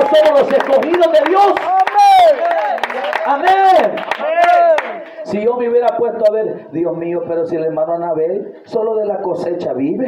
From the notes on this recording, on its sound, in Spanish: Audio Predicación registrada el 28-enero-2023 en Iglesia Pentecostal Unida Internacional El Salvador en Aldea Bolaños Santa Ana.